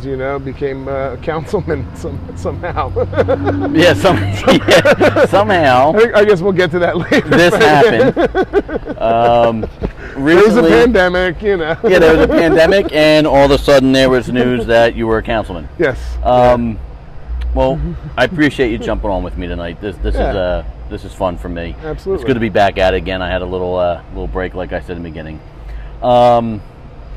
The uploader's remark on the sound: Live from the Lansdale Tavern. Doing a live show is always fun.